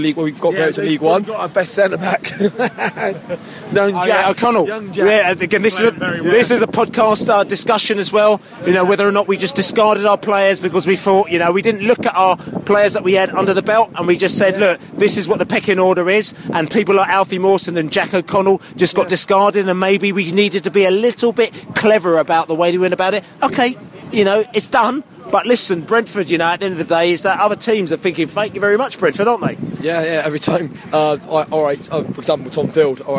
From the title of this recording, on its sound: Post-Match Podcast from the pub